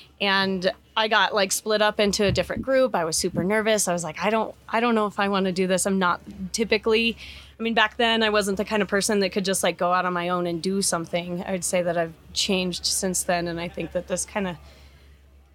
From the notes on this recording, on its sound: Live from Mountain Archery Fest